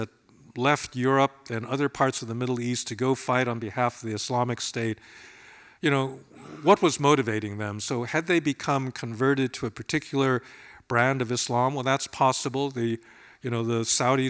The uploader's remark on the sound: Town Hall Seattle and was taped at Seattle University